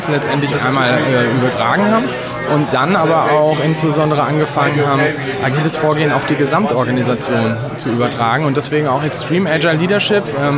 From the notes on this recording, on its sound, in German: die auf der Agile-Lean International Conference 2019 in Frankfurt aufgenommen wurde